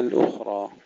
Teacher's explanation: تسكين الخاء مع الرخاوة بدون قلقلة